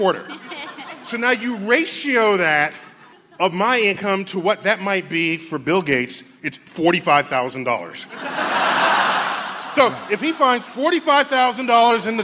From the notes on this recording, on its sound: StarTalk Live! A Night at the Neptune Theatre. Joins StarTalk Live at the Neptune Theatre in Seattle.